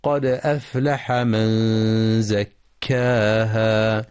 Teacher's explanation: ينتبه القارئ لقلقلة الدال في قد ولترقيق الهمزة واللام في أفلح مع بيان همس الفاء، فلا يقرأ أفلح، كما يراعى الإخفاء الحقيقي للنون الساكنة عند الزاي في من زكاها مع إثبات المد الطبيعي حركتين عند الوقف.